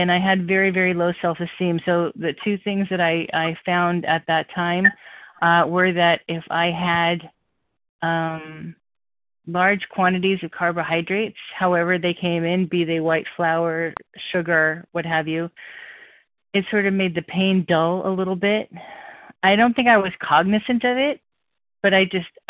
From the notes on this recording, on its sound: 100 Pounders Phone Meeting.